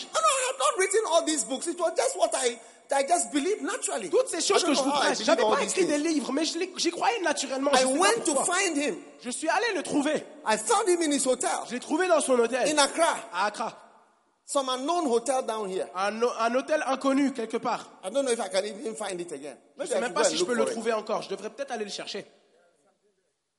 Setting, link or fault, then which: setting, live audience